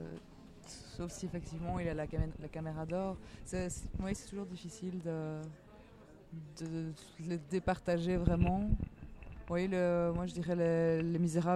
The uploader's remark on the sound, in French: Cette année, on fait le récapitulatif du Festival de Cannes depuis la terrasse du Grand-Palais.